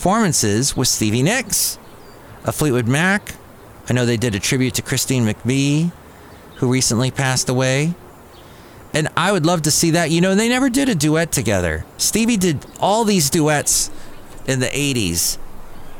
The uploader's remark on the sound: podcasts live from Cafe Anyway